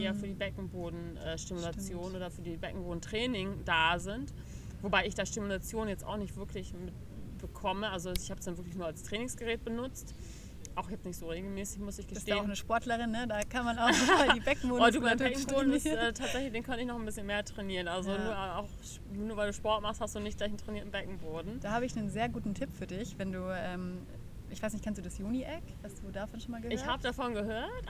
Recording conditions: outdoors